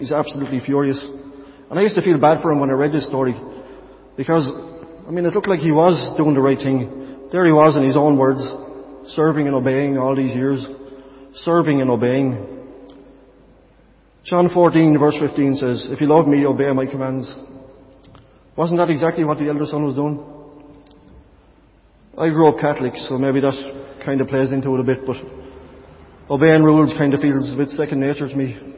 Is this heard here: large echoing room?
yes